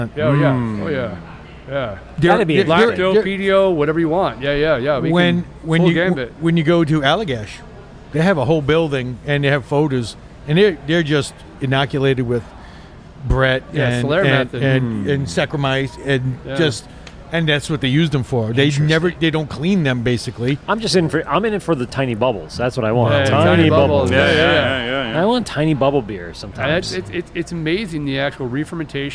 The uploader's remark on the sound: Travel to Blue Point to do a live show at the Brew Pub!